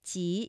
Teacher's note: 李白与汪伦的故事留在了人们的情感世界里面，也都为我们带来了一次难忘的诗歌之旅。李白乘舟将欲行，忽闻岸上踏歌声，桃花潭水深千尺，不及汪伦送我情。那么在这首诗当中有哪些鸡栖息的发音呢？我们先来复习一下鸡栖息发音有哪些技巧。鸡发音的时候呢，舌面的前部顶住硬腭前部，软腭上升堵塞鼻腔通路，声带不颤动，比较弱的气流把舌面的阻碍冲开了一条窄缝，并且从中挤出，摩擦成声，是不送气音